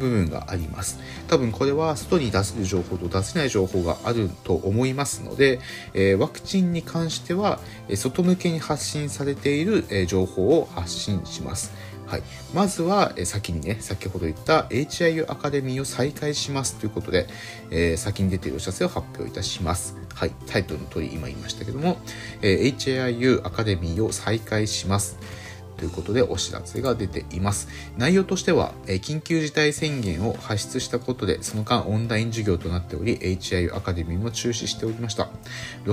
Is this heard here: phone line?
no